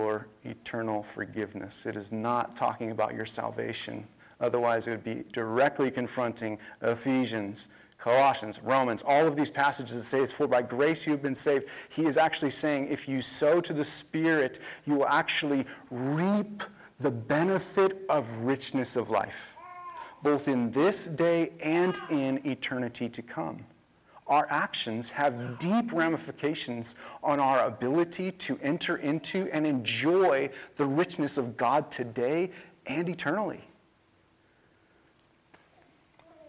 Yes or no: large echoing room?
yes